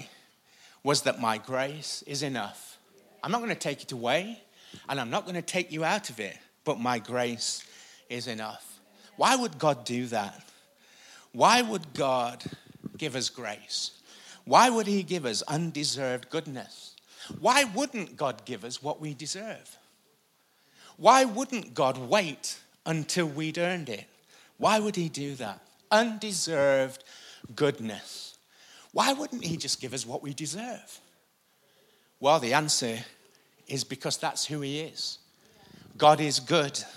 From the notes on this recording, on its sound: Recorded live at the Chesterfield Campus this is the message from the morning service on the 23rd February 20.